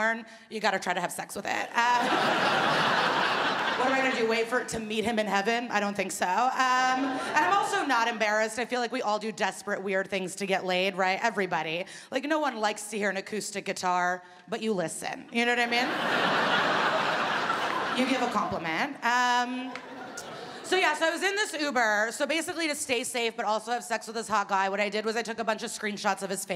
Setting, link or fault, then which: setting, live audience